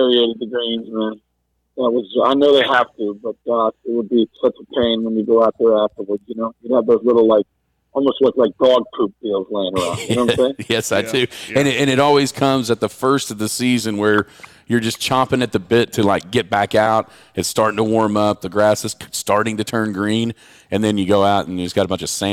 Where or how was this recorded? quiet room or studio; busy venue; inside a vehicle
busy venue